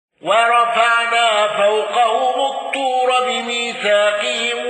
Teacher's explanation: الأزرق بمد البدل وفتح وتقليل الياء